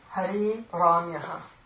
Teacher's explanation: So the first thing that would happen, though, is that this goes to harer ramyaha, okay? And then the r is elided and the preceding vowel is elongated.